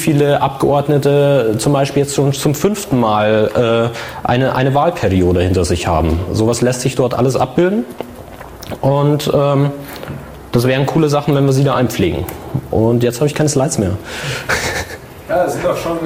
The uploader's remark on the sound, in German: live aus dem Verschwörhaus